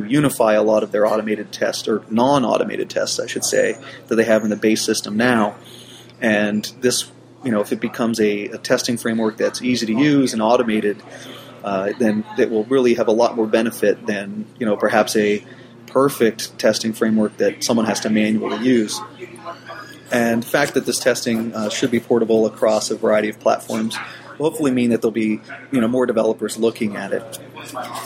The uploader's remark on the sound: Live from NYCBSDCon Sunday. A copy of Sunday's live stream from NYCBSDCon 2008.